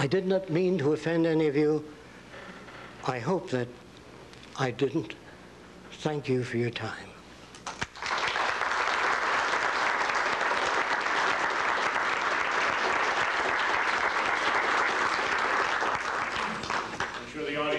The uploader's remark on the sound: introduction lecture at Nichols College